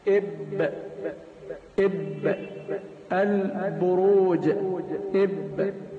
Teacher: يبقى هذا مخرج حرف الباء. تخرج الباء من التقاء ظاهر الشفة العليا بباطن الشفة السفلى